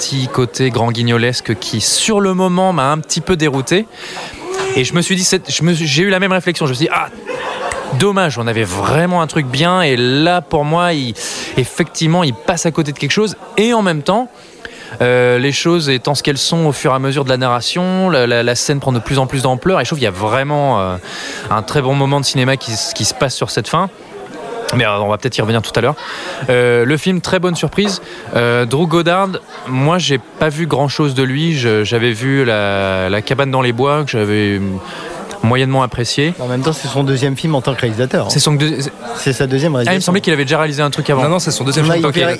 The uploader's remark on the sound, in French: Enregistré au Hurling pub (8 Rue Descartes, 75005 Paris), le samedi 10 novembre 2018.